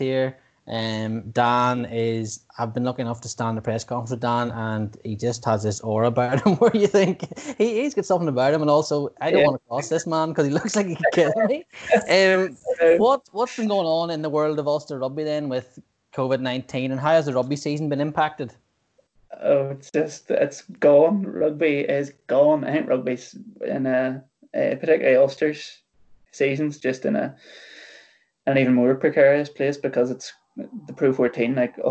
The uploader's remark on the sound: sat down (via Skype) to chat